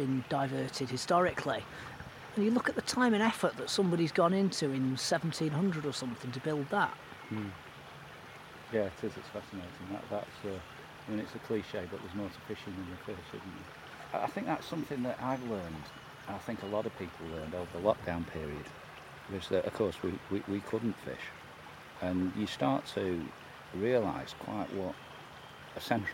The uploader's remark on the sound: A charming ramble along Derbyshire's River Govt